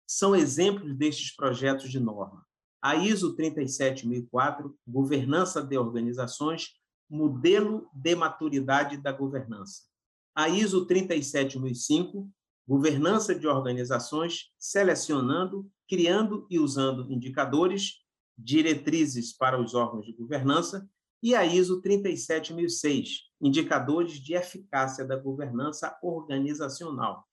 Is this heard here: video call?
yes